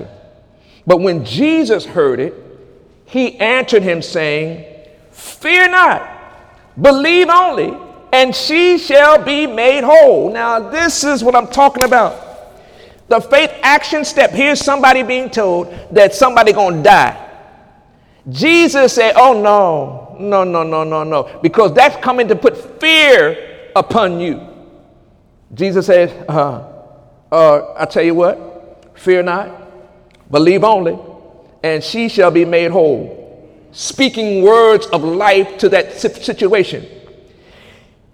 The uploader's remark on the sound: During Sunday morning service on May 6, 2018